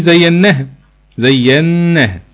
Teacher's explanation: حرف غنة مشدد، الغنة فيه اكمل ما تكون، النون فيه زيناها، زيناها.